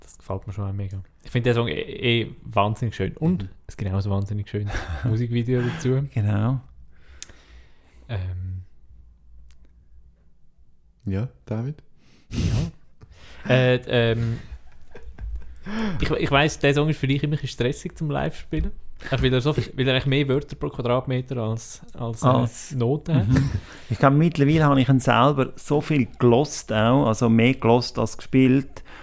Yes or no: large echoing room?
no